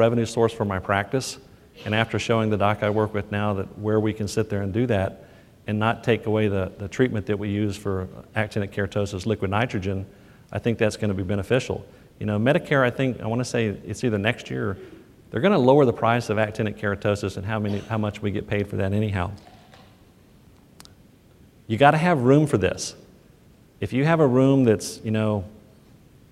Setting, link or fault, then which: setting, live audience